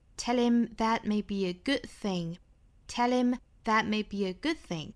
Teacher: 这半句重读放到后面的 thing 上面